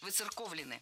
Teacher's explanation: ударение должно сохраняться на третьем слоге